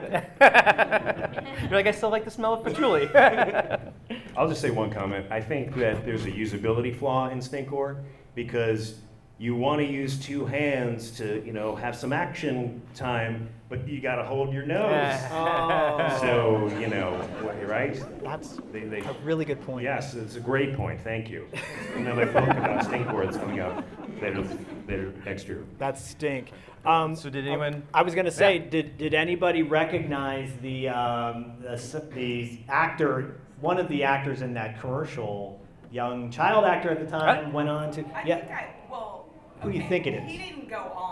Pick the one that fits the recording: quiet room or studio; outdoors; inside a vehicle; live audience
live audience